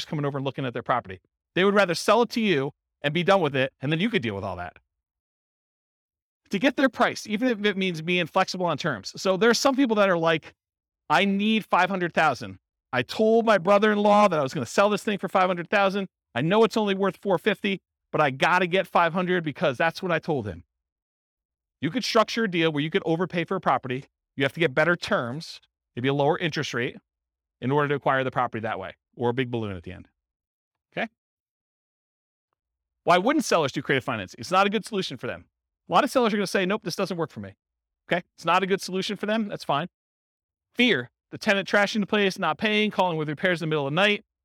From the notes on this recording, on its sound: This was a live class recorded.